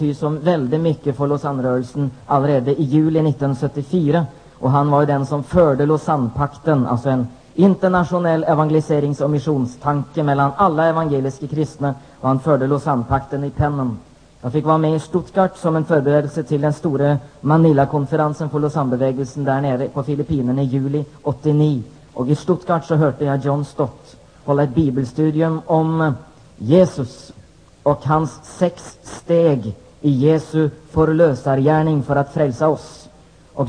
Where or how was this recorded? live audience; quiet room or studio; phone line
live audience